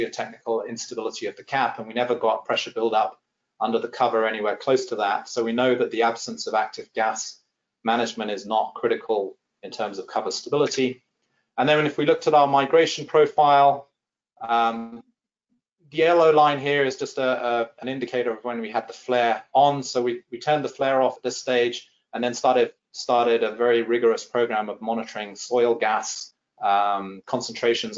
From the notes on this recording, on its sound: This is an audio version of the FGI webinar.